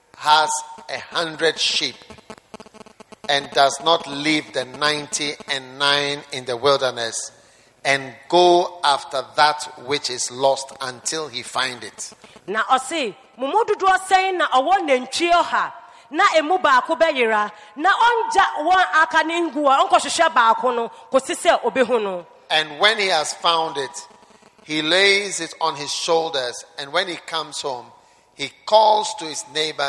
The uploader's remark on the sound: Preached at the Anagkazo Assemblies Cathedral, Accra.